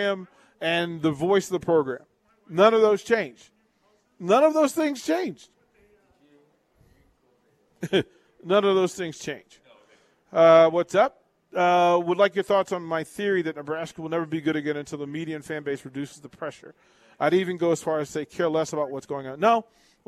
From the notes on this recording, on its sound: Live from Wingstop - 28th & Pine Lake